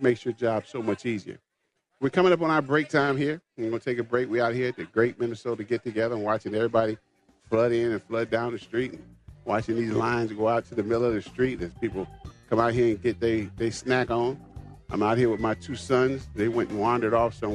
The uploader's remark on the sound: LIVE from the MN State Fair